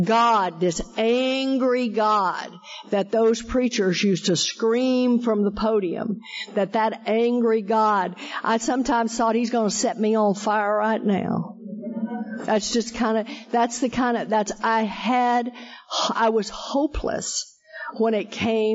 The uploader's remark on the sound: Friends in Recovery Roundup Rally held in Durban South Africa. This event is live and on Zoom.